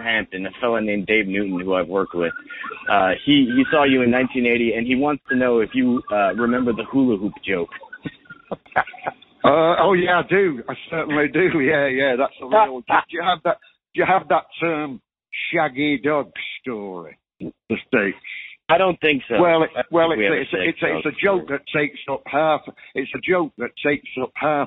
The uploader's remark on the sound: this phone call